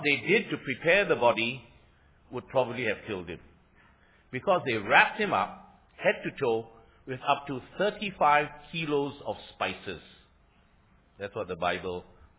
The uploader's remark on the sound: Sermon preached on 27 Mar 2016 – Easter Sunday Worship Services